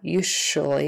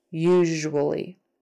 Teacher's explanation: We don't want usually because that's SH. We want the voiced version ZH · Shown in: second take